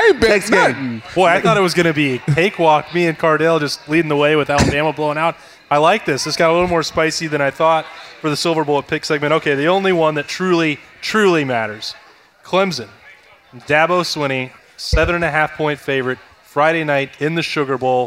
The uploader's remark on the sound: Recorded live at Urban Meyer's Pint House.